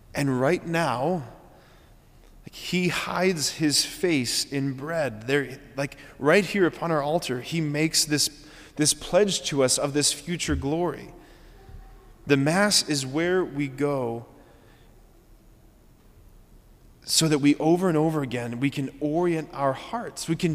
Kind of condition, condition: setting, large echoing room